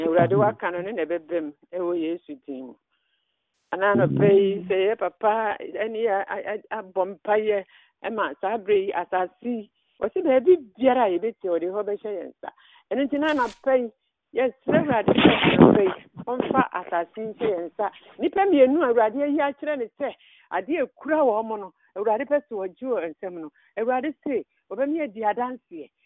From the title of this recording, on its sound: Conference Call